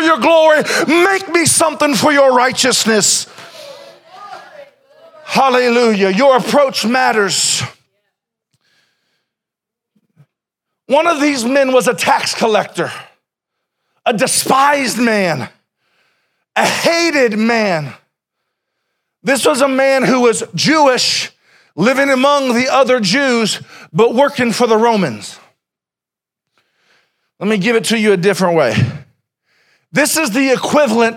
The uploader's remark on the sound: Sermon originally preached April 14, 2021